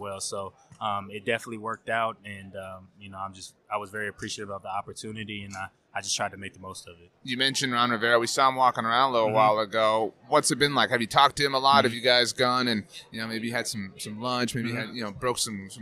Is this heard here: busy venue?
yes